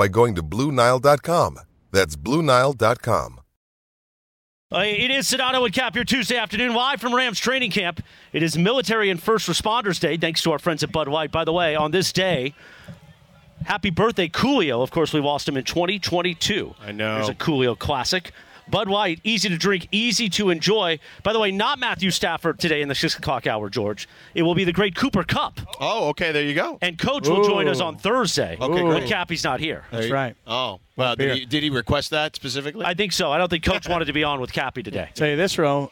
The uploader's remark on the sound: The show is live from Rams training camp